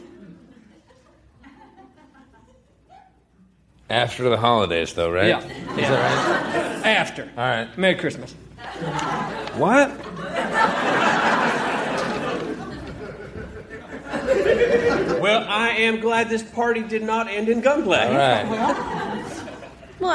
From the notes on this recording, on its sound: Recorded Live 12/3/2011 at Largo, Los Angeles.